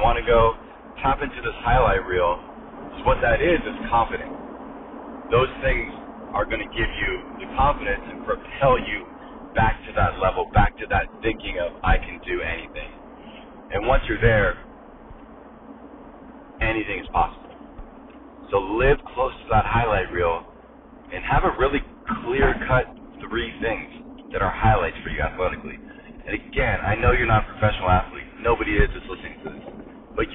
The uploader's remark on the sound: apologies for the sound quality, I was in my car